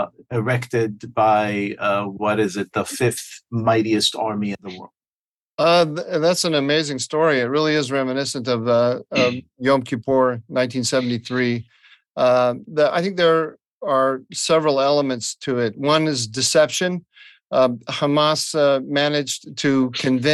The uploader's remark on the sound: Tablet Magazine hosted a zoom.